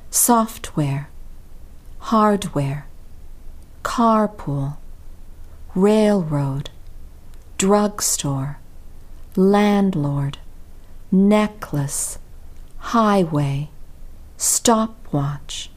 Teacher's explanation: Compound nouns are nouns with two words inside of them, like software. In English, the stress usually falls on the first part of a compound noun.